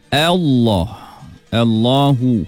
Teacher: Jadi lam pada Allah itu kita tebalkan, tapi hamzah wasal itu yang nampak tulisan di alif tu kena nipis.